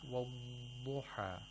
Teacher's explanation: Okay, so either way that you pronounce the dhad, like a dal with tafkhim, or with the correct way from the original place of articulation of dhad, we have to hear a lengthening of the dhad.